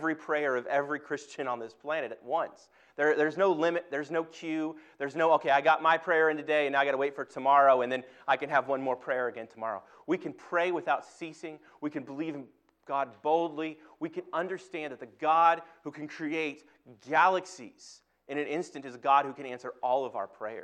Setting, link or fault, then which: setting, large echoing room